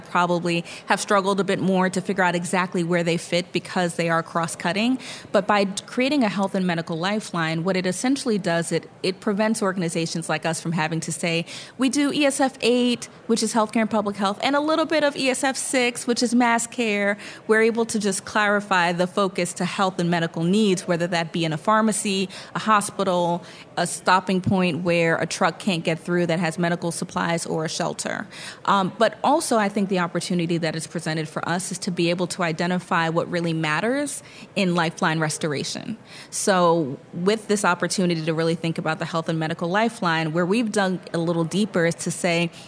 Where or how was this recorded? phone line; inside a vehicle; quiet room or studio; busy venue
busy venue